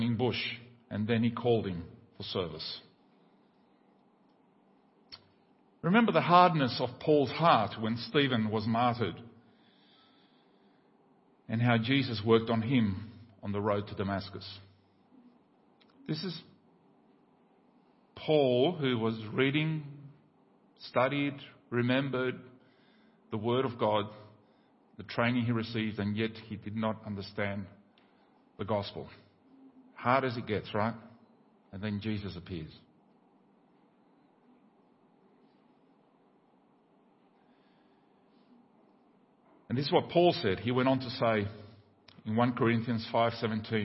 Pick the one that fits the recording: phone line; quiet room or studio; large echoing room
large echoing room